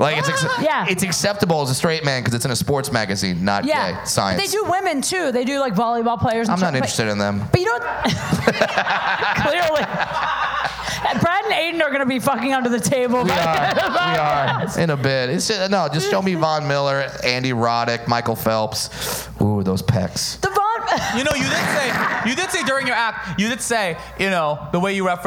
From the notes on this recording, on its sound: DateFails LIVE at Saint Rocke.